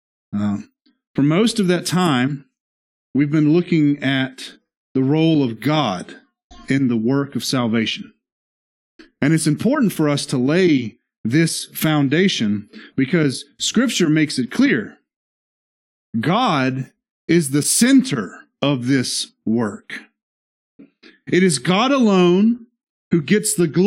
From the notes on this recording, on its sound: This is the sermon from our Sunday morning Worship Service